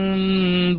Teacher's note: هو لحن لحنا جليا بأنه أدخل حرفا بين الحرفين، بين الحرف المخفي وبين الباء وهي الميم المشددة · Term: زيادة حرف